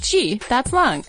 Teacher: Geelong isn't with a hard G like in golf. It's a soft G, like G, that's long.